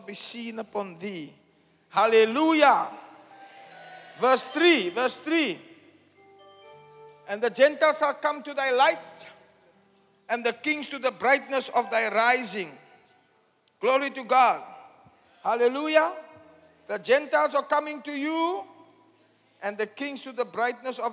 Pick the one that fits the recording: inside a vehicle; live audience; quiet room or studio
live audience